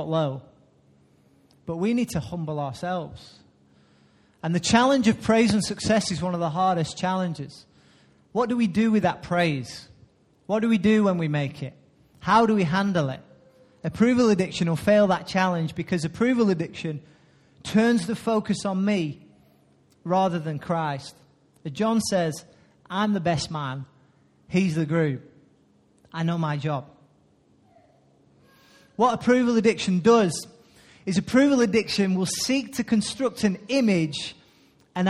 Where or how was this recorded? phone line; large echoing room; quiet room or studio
large echoing room